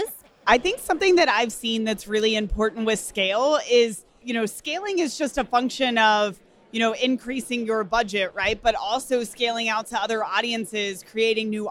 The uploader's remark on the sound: Live from Traffic & Conversion Summit 2018. Answer questions from Traffic & Conversion Summit attendees, live from the Summit!